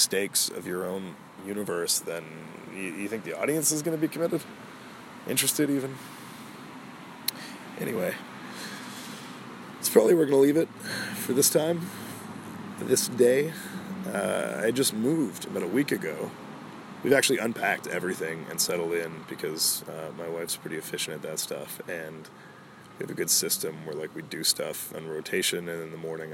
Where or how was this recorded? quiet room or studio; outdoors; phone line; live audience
outdoors